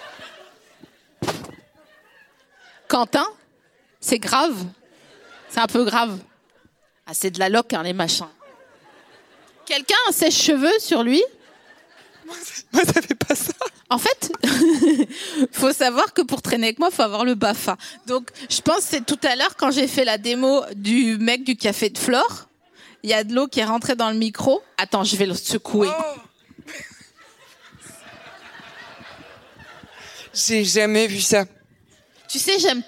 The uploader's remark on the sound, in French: enregistré le 14 novembre 2022 à la Scala Paris